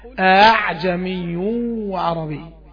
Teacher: بتنطق الهمزة الثانية مسهلة بين الهمزة وألف المد · Term: الهمزة مسهلة